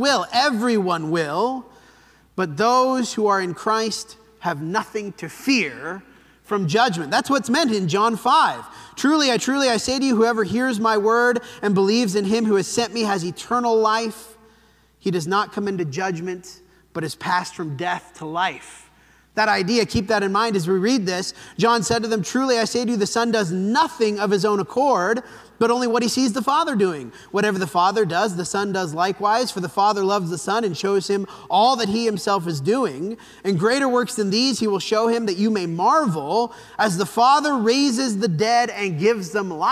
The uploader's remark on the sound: This sermon was preached at the Dewey Church of Christ on October 8, 2023.